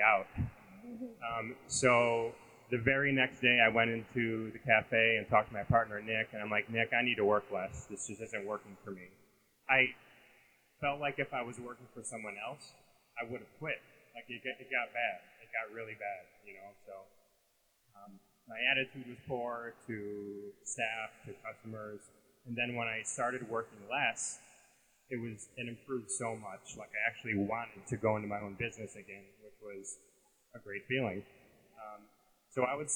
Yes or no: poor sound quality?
yes